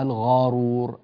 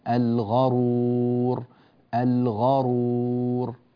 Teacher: لا تمط فتحة الغين · Shown in: second take · فتصير الغرور، الغرور الفتحة إذا طالت في حرف الغين صارت ألفا، فانتبه لهذا، الغرور الغرور.